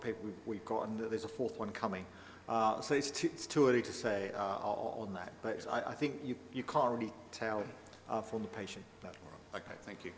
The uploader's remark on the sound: delivers a lecture in the 21st Century Medicine series of public lectures